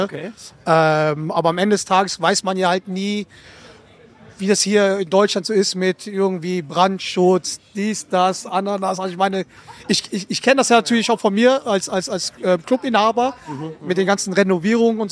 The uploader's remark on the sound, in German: Erwartet die Hörer eine mitreißende Live-Q&A-Session in der Paulaner Fan Treff Lounge im BMW Park während des FC Bayern Basketballspiels gegen Ratiopharm Ulm. Fans vor Ort erhalten die Gelegenheit, ihre Fragen live zu stellen.